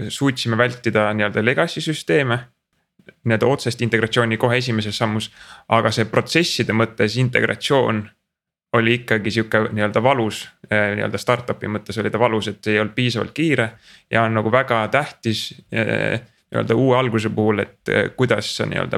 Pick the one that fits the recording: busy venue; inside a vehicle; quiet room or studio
quiet room or studio